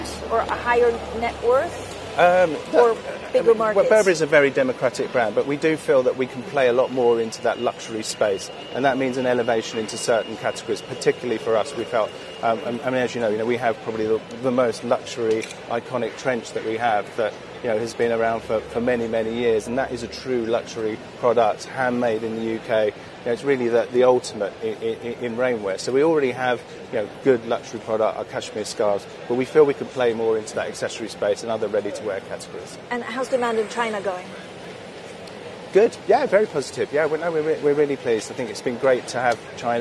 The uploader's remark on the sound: Outside Bond Street station in London, which the brand renamed "Burberry Street station" to promote its show.